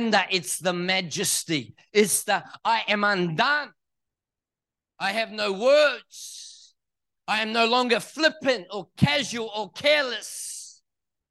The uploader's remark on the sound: This message was recorded at Neuma Church, Perth in May 2023.